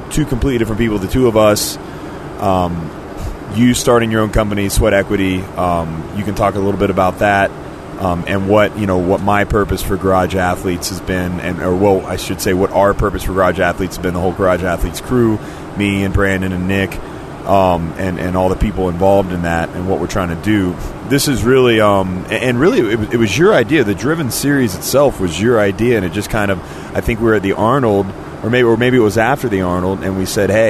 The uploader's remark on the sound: Recorded at 30,000 ft.